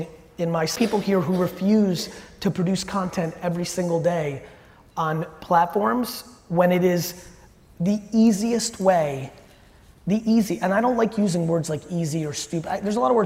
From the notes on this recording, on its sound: Event Planner Expo Keynote. The Event Planner Keynote I gave here in NYC.